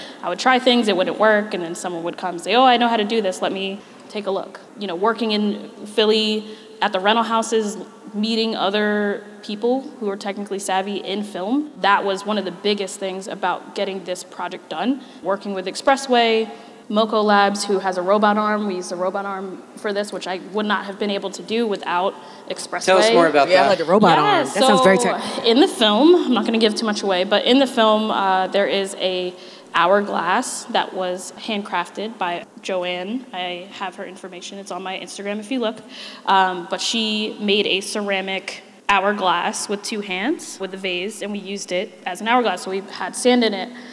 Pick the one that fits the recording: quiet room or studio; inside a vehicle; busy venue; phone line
busy venue